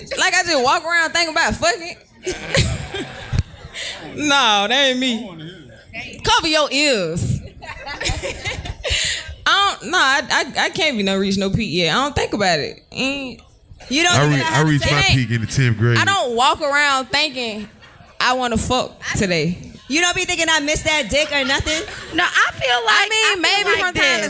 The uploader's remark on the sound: Live From The Highline Ballroom.